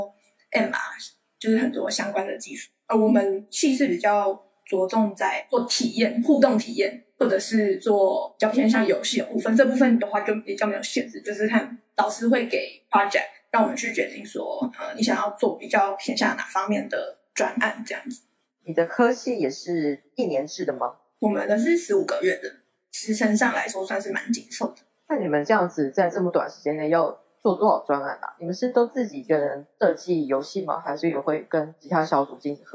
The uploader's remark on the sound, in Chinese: 由於線上軟體收音問題，音質與前幾集有所落差